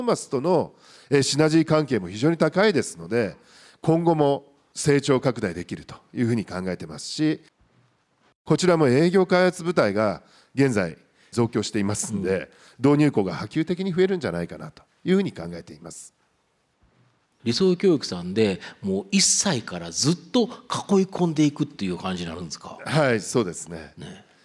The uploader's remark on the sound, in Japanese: 東京・三田の建築会館ホールで行われた「ラジオNIKKEI 相場の福の神 注目企業ＩＲセミナー」。